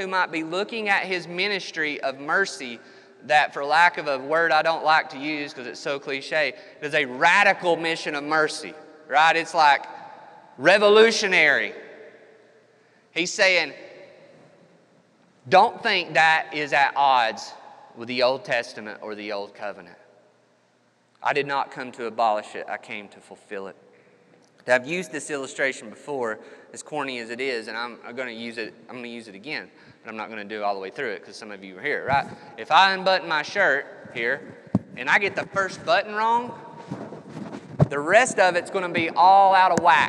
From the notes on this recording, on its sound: This episode was recorded 28 March 2021 at Matthew's Table Church in Cleveland, TN.